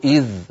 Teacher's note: بظاء مشددة، هكذا إذ ظاء إذ ظلمتم، فإن وقفنا نقول إذ، تعود الذال للظهور لأنها انفصلت صوتيا عن الظاء بعدها